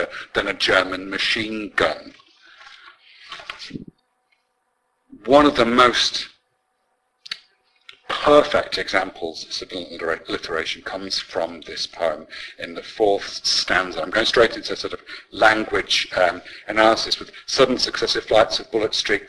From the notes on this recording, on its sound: Apologies for the sound quality - this episode was obviously recorded in lockdown.